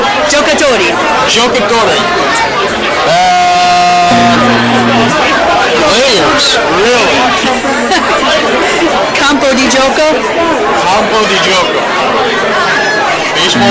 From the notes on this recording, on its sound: 2nd annual Italian American Baseball Foundation dinner at Carmine & Son’s in Brooklyn, New York